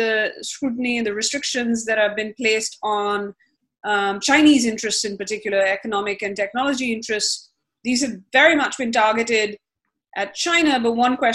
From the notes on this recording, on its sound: A live podcast recording of the Asia Rising podcast via zoom.